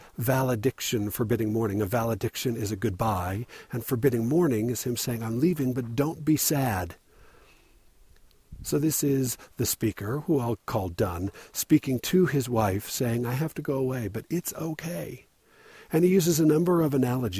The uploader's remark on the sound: Recorded at night, while camping in southern Utah, under a clear, dark sky of a million million stars.